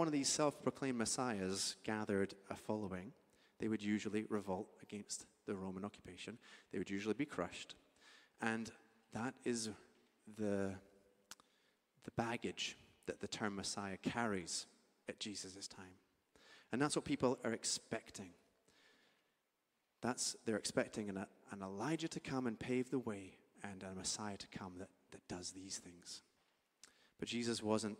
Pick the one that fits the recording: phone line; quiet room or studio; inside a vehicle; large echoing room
large echoing room